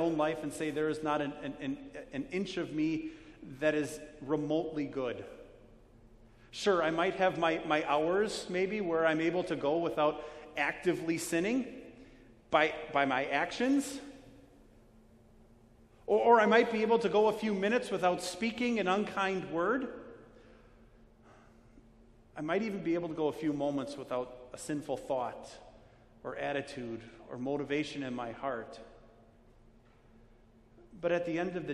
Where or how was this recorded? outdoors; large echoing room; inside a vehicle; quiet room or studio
large echoing room